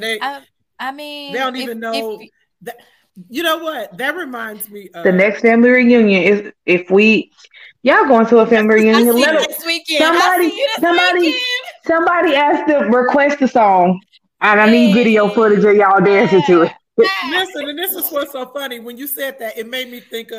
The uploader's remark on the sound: Please bare with us this episode as we had some unexpected technical issues.